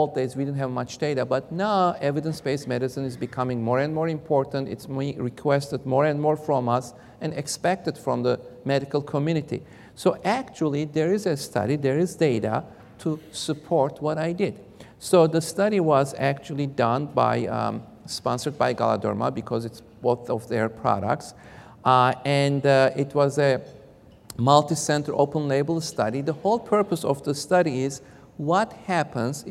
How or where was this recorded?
large echoing room